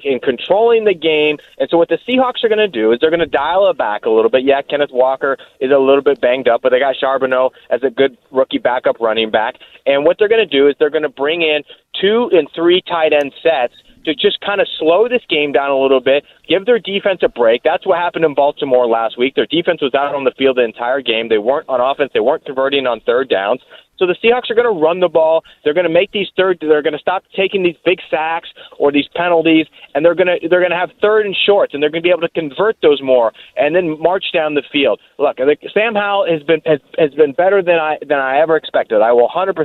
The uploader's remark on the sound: Coming at you live from River City Roll. He is trying his darndest at bowling during our commercial breaks, today!